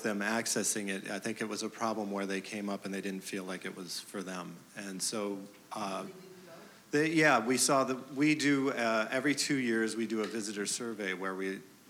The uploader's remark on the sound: It was recorded on February 4, 2017 before a live audience at New York's 92nd Street Y. Part of the City of Tomorrow: Real Estate, Architecture & Design Summit presented by 92Y and Hundred Stories.